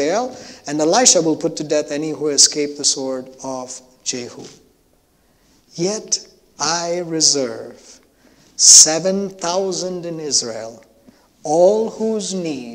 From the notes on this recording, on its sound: at New Life Fellowship Church, Concord, NC, on Sunday, December 12, 2021.